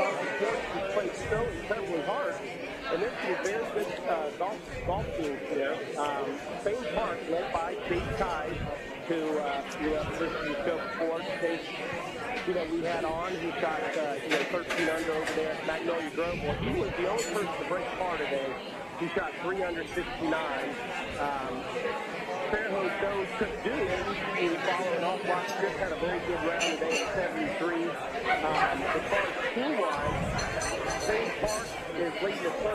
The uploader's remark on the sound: LIVE From Felix's Fish Camp!